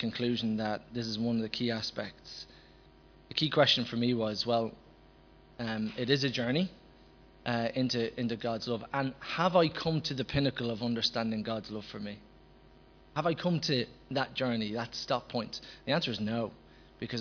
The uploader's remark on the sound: Recorded live at Liberty Church on 22nd December 2019